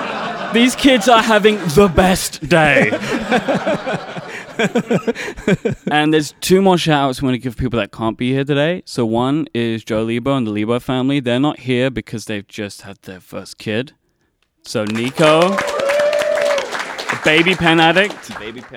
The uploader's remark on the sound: This week's episode comes to you live from the Atlanta Pen Show. In front of a fantastic audience.